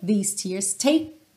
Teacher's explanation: Você prepara o T, você prepara o K, mas você não finaliza esse som